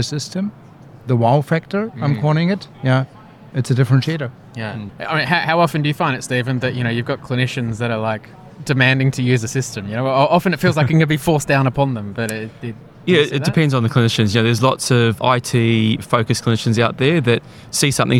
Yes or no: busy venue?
yes